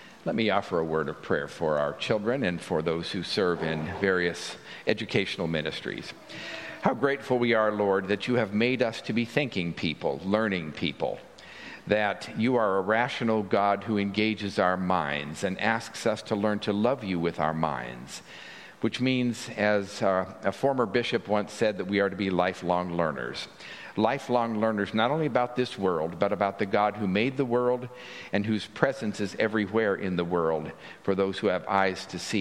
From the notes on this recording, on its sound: At Pender's Traditional Service on Sunday August 24, 2023